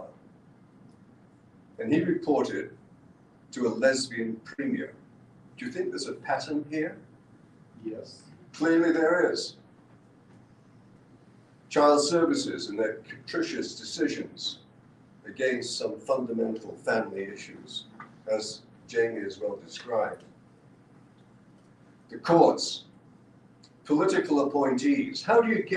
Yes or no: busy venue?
yes